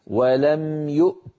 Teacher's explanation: فننطق همزة ساكنة ثم تاء شديدة ثم مهموسة